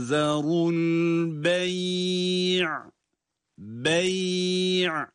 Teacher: Meddilinlerde duruşlarda bu defa o ya harfi uzatılarak okunur. Bu da okumanın hızına göre o uzatmanın süresi değişir.